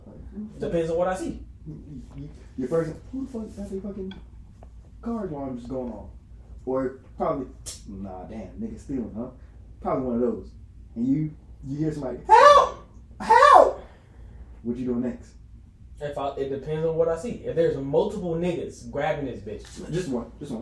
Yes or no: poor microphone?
yes